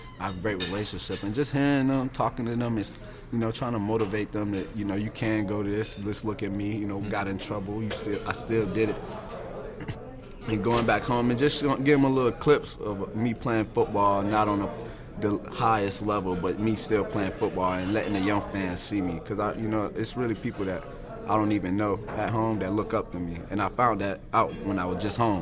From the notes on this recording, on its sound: LIVE from Major League Football ($MLFB) Training Camp in Mobile